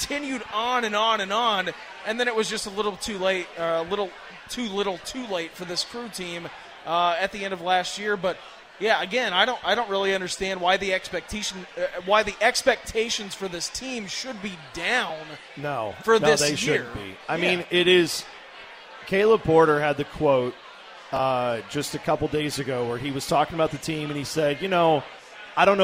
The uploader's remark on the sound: LIVE from the Pub at the LDC for a postgame show.